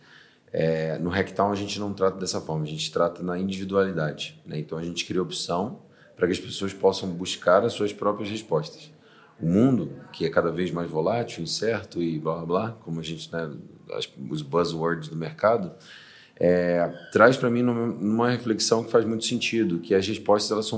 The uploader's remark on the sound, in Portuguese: Gravado diretamente do HackTown , um dos maiores festivais de inovação da América Latina. Confira o primeiro episódio gravado diretamente do HackTown , um dos maiores festivais de inovação da América Latina.